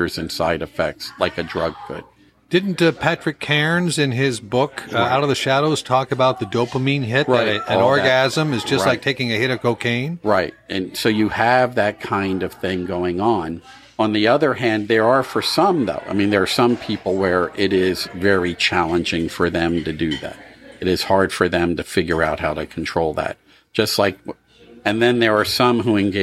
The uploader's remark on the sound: Originating from the Anvil Bar & Grill in Curtis, Nebraska, as well as the Hi-Way Diner in Lincoln